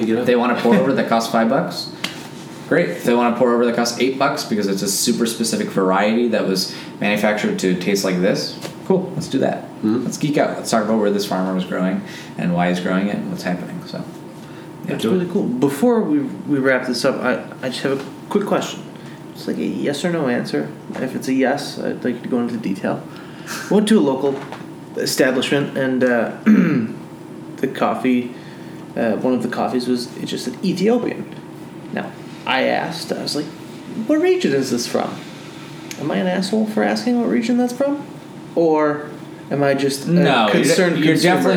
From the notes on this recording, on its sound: This episode was recorded in the basement of Tipico Coffee, the Cafe owned by our guest.